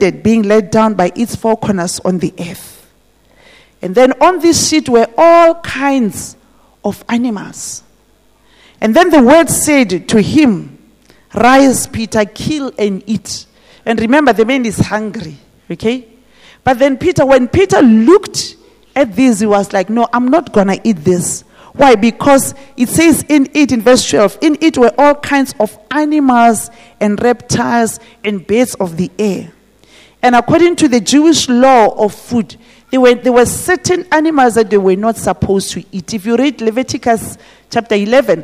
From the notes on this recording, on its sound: This message was preached at GTCFC City Campus.